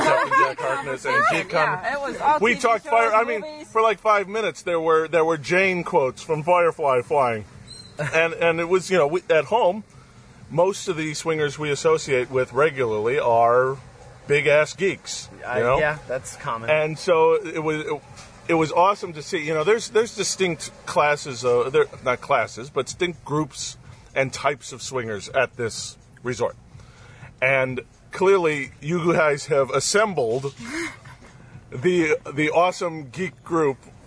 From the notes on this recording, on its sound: Live From Desire, The Sexiest Place on Earth. Live from an outside bed at Desire in sunny Cancun.